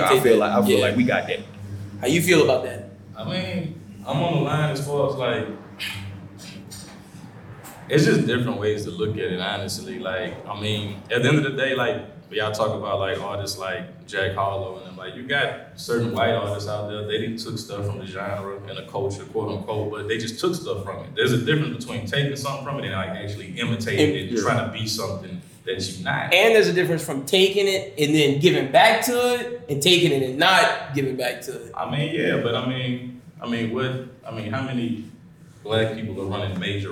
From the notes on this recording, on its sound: This week we're releasing the Panel part of BWT Live.